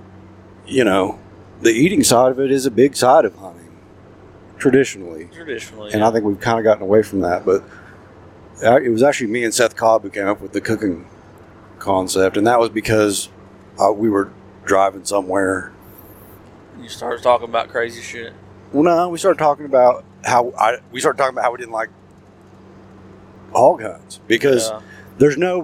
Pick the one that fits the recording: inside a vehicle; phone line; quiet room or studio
inside a vehicle